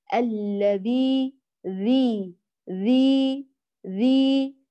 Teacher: الذال الفصيحة مجهورة لا همس فيها